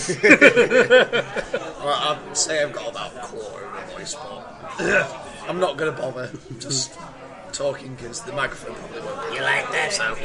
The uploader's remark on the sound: Podcasting’s own anti-heros gathered round a table in the Swift Hound prior to a midnight screening of Marvels 'Avengers: Infinity War'.